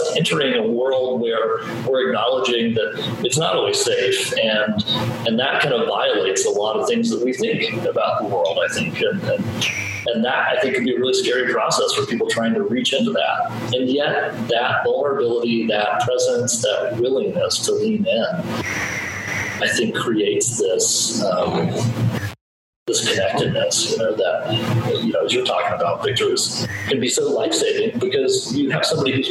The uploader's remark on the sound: Again, the sound quality is not ideal, but the content is important.